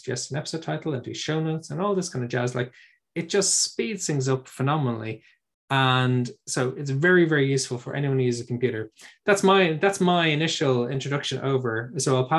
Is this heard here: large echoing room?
no